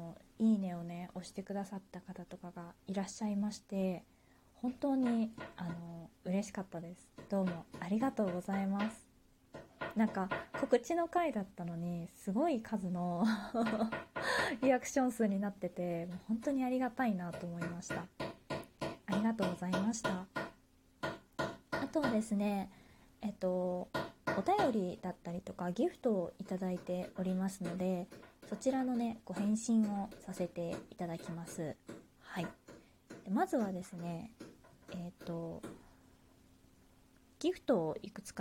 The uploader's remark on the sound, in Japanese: 自宅でスマホによる収録のため様々な騒音が収録されています、ご了承ください。